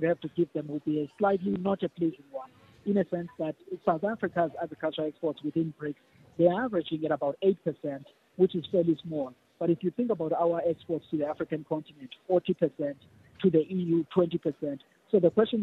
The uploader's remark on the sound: We are coming to you live from the Sandton Convention Centre where BRICS member states are gathering for the 15th BRICS Summit.